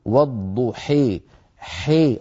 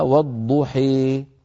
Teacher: فلما نقول والضحي حي، انظروا حي، إذا فتحة الحاء حي خلطت بكسرة، فتحة الحاء خلطت بكسرة، والألف التي بعد الحاء خلطت بياء · Term: الإمالة الكبرى